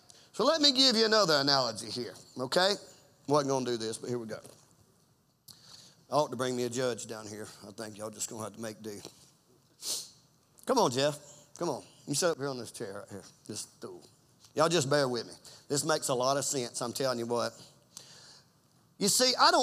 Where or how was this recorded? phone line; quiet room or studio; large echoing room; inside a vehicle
large echoing room